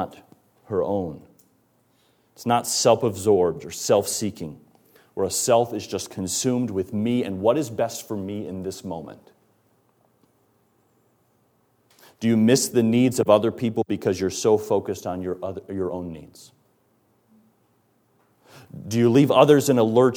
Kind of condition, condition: setting, large echoing room